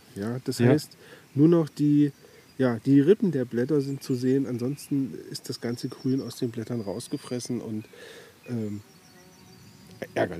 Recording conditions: outdoors